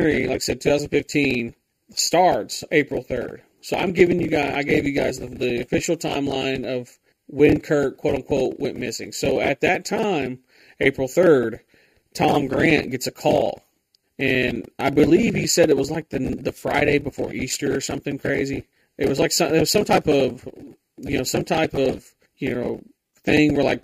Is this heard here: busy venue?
no